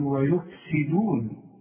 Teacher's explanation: في ناس كتير قوي ما تاخدش بالها من السين انها مكسوره